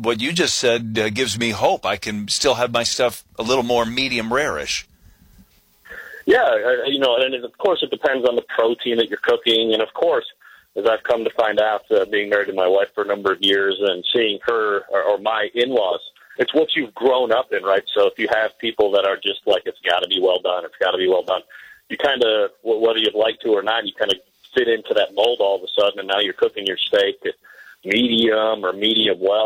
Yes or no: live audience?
no